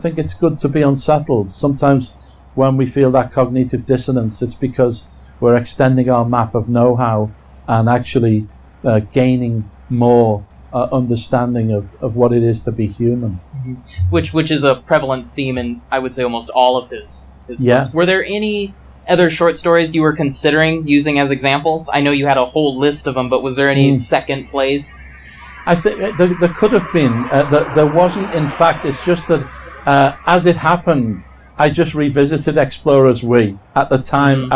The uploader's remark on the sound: From PKD Fest 2019